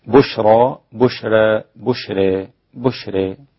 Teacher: والتقليل يكون أقرب إلى الألف لكن ليست ألفا